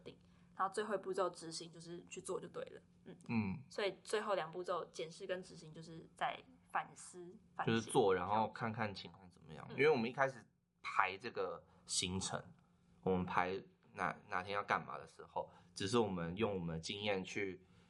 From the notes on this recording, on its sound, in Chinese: 近期我們收到很多關於聲音品質不足的回饋。我們初步研判，可能有時候錄音的地點限制，後製處理如降噪音等後會降低一些聲音，造成部分聽眾的不便。